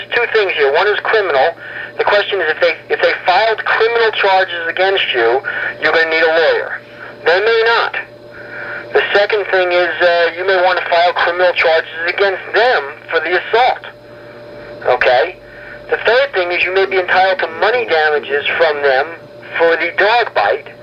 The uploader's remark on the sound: Prank Phone Calls